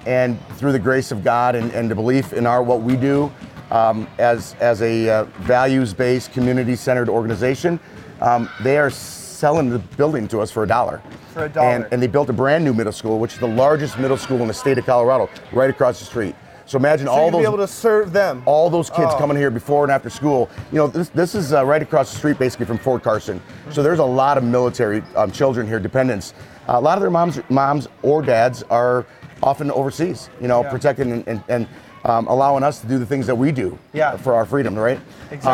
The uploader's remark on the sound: This episode is live at the grand opening of the brand new YMCA in Fountain, Colorado. If you hear basketballs in the background that's ok because we are on location and LIVE!